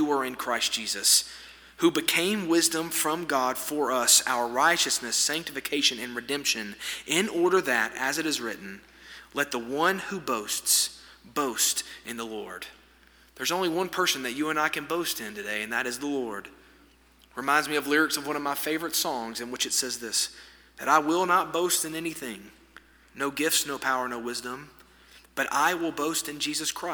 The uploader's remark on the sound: This sermon was delivered on February 7, 2024 at First Baptist Church Hendersonville, NC during the Wednesday night Bible study hour.